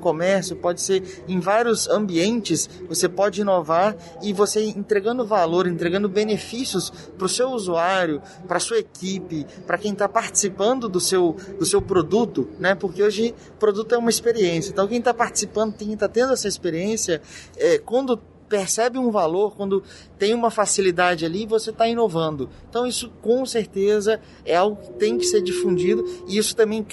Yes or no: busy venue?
yes